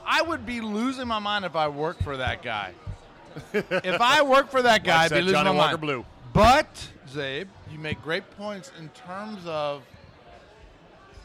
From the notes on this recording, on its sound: RECORDED LIVE at DC PRIME STEAKS in Ashburn VA.